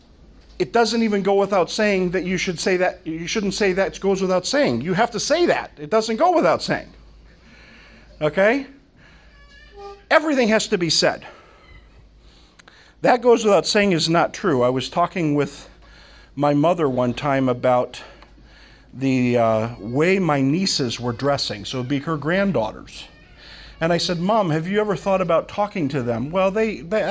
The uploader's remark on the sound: From the Summer 2015 Clearnote Conference.